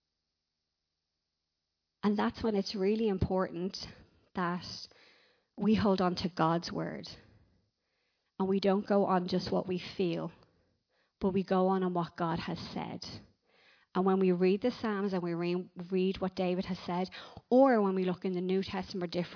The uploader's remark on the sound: Recorded live at Liberty Church on 6th October 2019